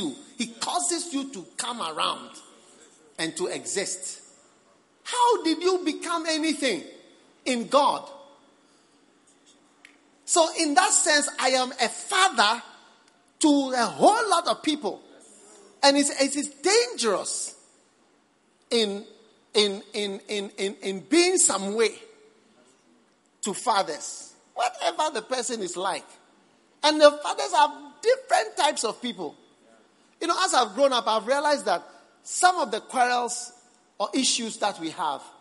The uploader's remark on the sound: Preached at the Prophetic Encounter Service.